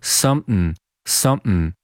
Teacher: 用了一个 glottal stop 喉音停顿来读这个单词